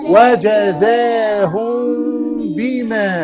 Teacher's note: فالأول الإخفاء عند الباء، سرعة، وسميه الشفوية للقراء، طبعا نسميه الشفويه لان الميم والباء مخرجهم من الشفتين فاسمه اخفاء شفوي